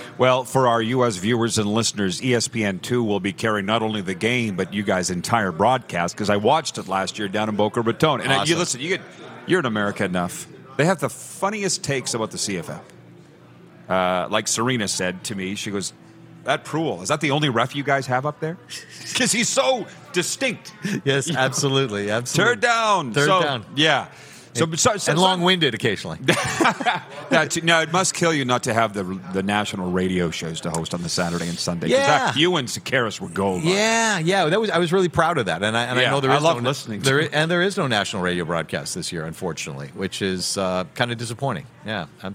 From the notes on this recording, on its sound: We are BACK for another JAM PACKED Grey Cup Week show LIVE at Baller's Rec Room in Regina, Sask!